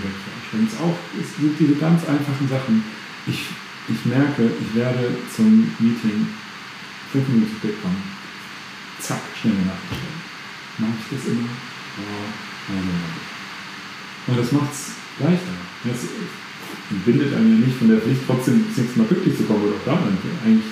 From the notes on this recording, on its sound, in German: Nochmals sorry für die Tonqualität heute.